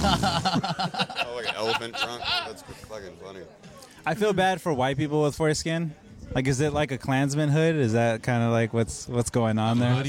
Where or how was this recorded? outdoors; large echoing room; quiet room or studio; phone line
outdoors